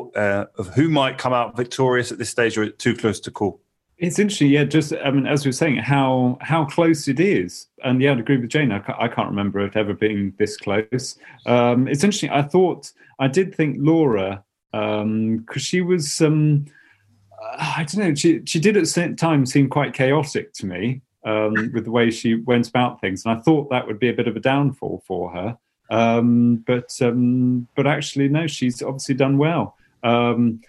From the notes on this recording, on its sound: recorded this podcast remotely via Zoom